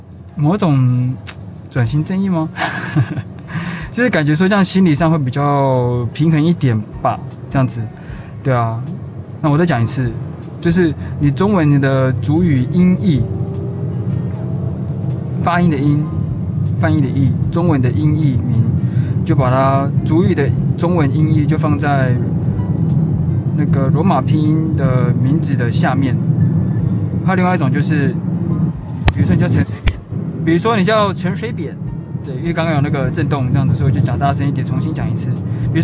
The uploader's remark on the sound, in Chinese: 開車的路上。抱歉雜音很多～因為出門時突然靈感想乍現，就直接錄了～。